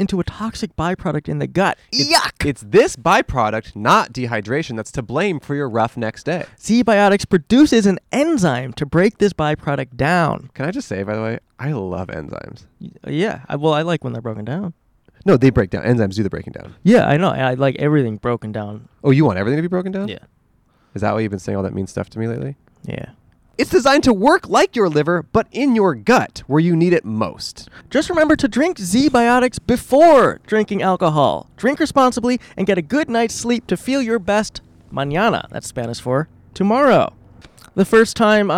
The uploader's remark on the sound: Recorded 11/6/22 on the Kapaa Beach Bike Path in Hawaii.